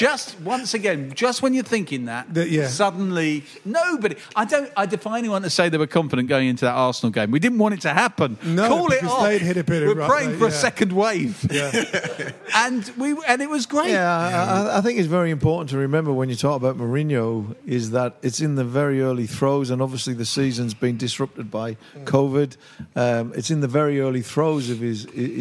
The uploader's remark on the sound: our Beehive Live Show